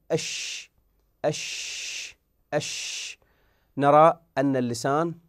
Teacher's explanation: والشين كذلك، لما نقول أش أش أش نرى أن اللسان قد تجافى بعكس الجيم